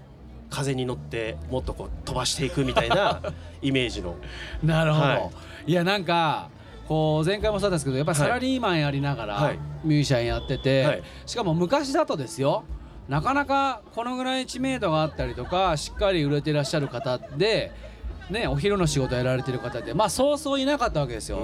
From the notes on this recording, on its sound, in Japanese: 横浜赤レンガ倉庫で行われた。GREENROOM FESTIVAL’23での公開収録の模様をお届け！